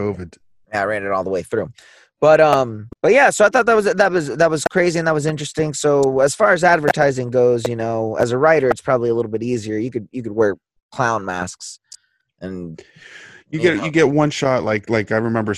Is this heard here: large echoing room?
no